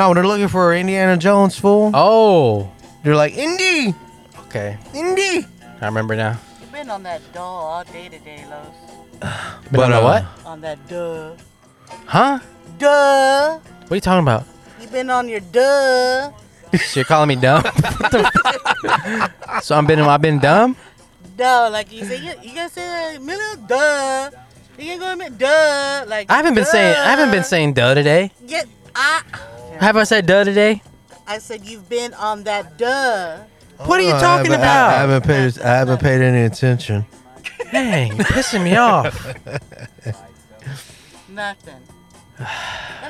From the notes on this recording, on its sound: Live from the Equinox, in downtown Dallas. Sorry for the buzzing sound, pretty sure it was the power adapter we were using.